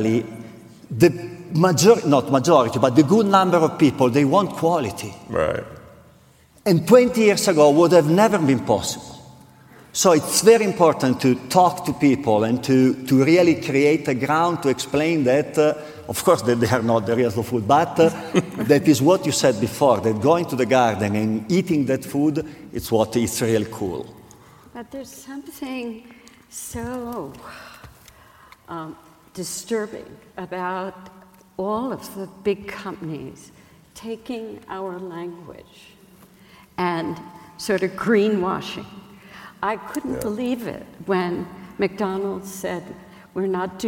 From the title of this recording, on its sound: Keynote Conversation at Slow Food Nations 2019